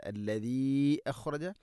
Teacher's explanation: മദ് മുൻഫസ്സിലാണ്, നാലോ അഞ്ചോ ഹർക്കത്തിൻ്റെ ഖദറിൽ നീട്ടാവുന്ന മദ്